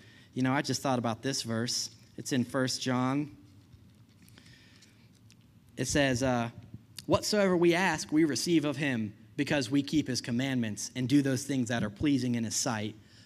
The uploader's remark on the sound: I preached this message at Healing Grace Church